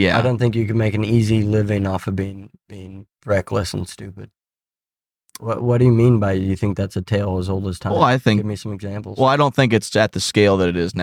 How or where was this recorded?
inside a vehicle